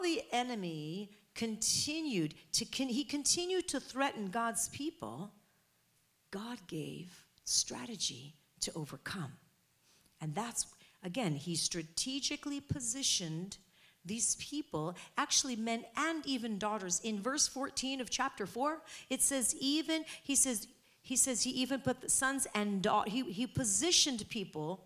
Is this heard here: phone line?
no